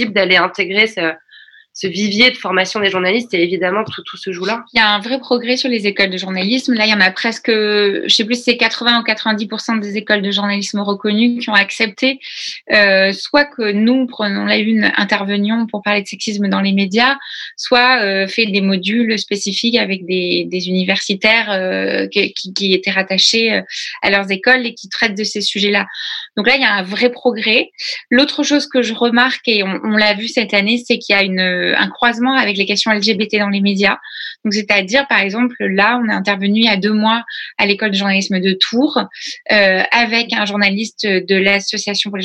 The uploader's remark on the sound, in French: sur Zoom pour un enregistrement en public le 9 juin 2020